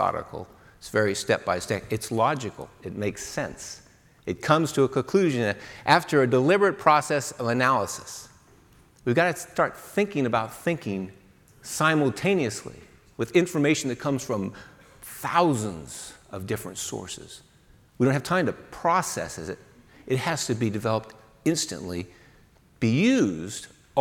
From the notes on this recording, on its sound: AFIMSC Commander delivers the keynote speech at the 2019 SAME-IFMA Workshop.